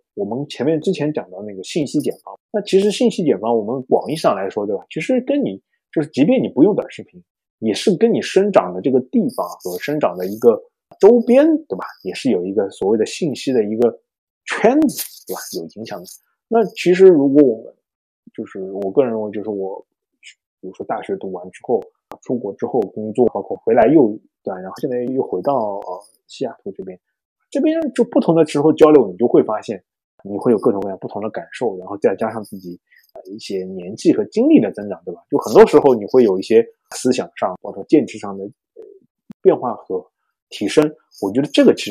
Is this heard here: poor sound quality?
yes